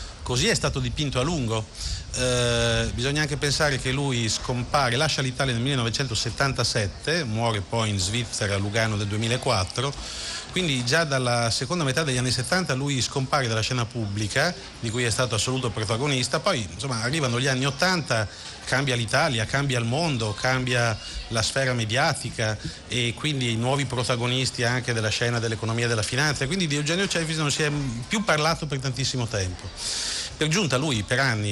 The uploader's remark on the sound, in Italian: Seconda diretta dal Festival dell&#39;Economia di Trento.